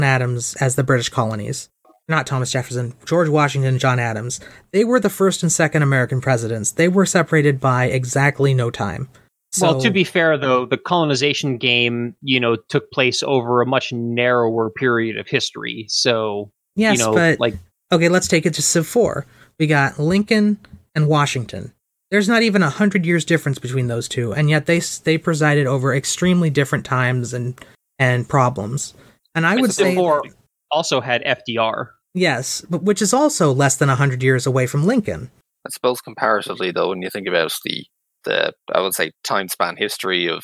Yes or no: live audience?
no